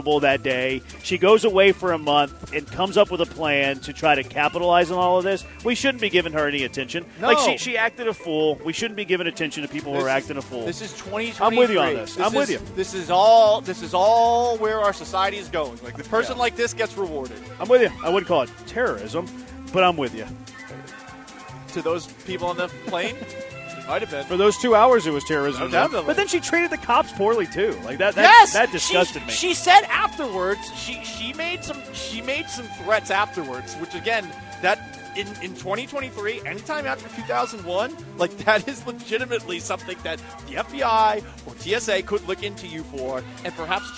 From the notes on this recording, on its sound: LIVE from the Circa Resort and Casino in Las Vegas!